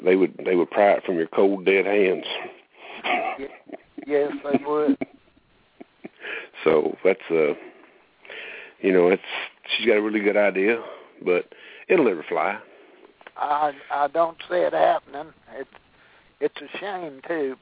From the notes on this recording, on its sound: Call in show